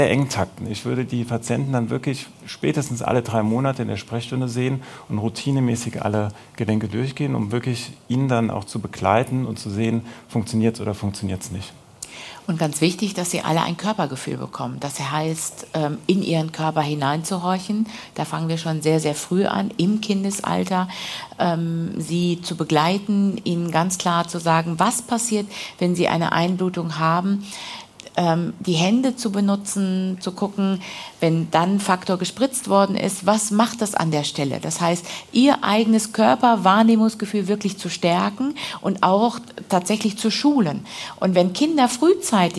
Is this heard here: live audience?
yes